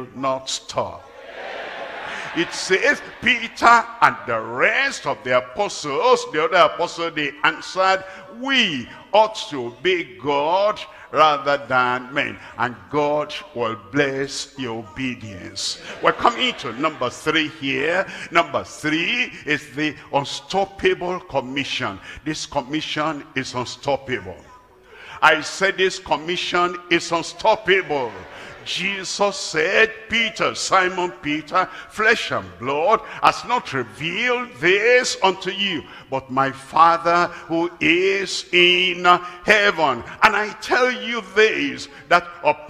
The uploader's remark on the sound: live at Ogbomosho, Nigeria